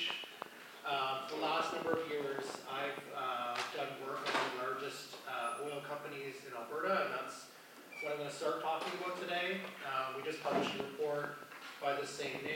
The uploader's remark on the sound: Recording from the Parkland Institute's Fall 2022 Conference. At the University of Alberta.